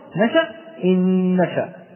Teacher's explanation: فإذا جاءت النون ساكنة وبعدها نون متحركة أدغمت، نعم إدغام بغنة، إذا جاءت النون ساكنة وبعدها نون أخرى متحركة أدغمت الأولى إن نشأ، لا نقول إن نشأ أليس كذلك، ولكننا ندغم الأولى في الثانية بحيث يصبح لدينا نون واحدة فقط، يرتفع اللسان لها ارتفاعة واحدة